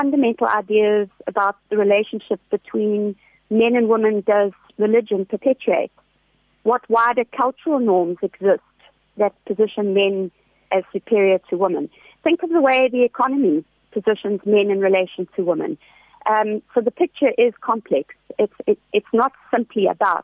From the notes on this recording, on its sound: Joining us on the line today